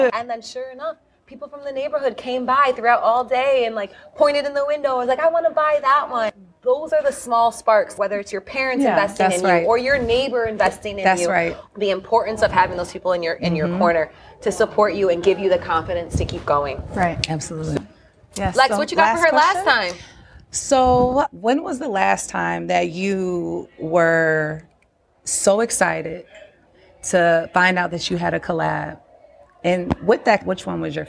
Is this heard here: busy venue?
yes